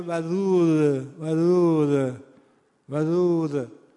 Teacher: دال معمولا کم آسیبه، مثلا خیلی قلبش مثلا میگه ودود ودود ودود، یعنی اگر ما شدت حرف دال رو شلش بکنیم شبیه حرف ذال شده، ذال ودود ودود، این میشه شدت دال آسیب دیده.